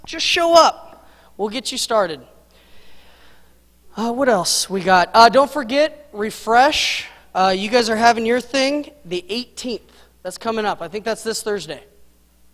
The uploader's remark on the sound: Mt. Zion Church Live!